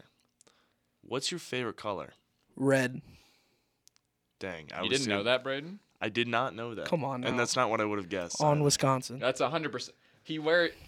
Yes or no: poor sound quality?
no